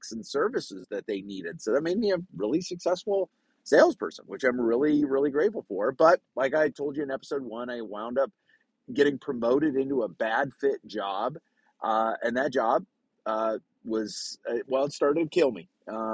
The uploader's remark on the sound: recorded from my truck so the sound is a little rough!